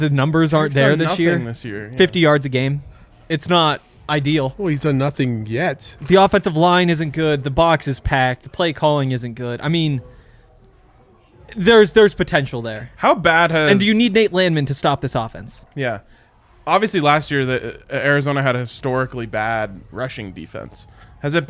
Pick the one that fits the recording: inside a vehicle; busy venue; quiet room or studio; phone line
busy venue